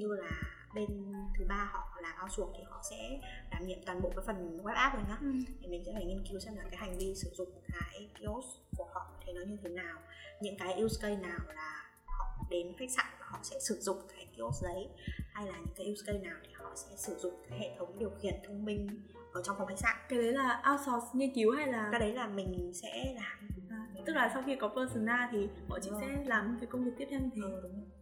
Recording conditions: poor sound quality